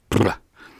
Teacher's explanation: mikä on siis tremulantti, joka tuotetaan huulilla, eikä niin kuin kielen kärjellä